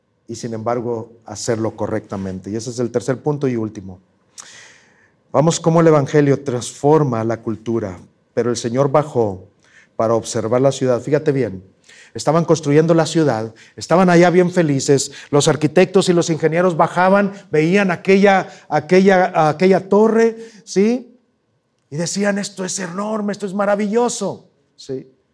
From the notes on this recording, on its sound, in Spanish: presentado en vivo